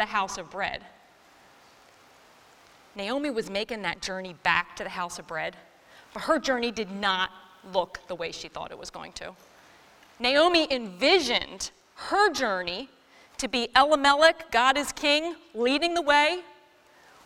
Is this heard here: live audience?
yes